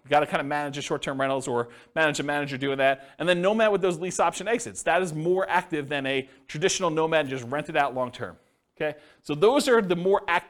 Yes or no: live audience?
yes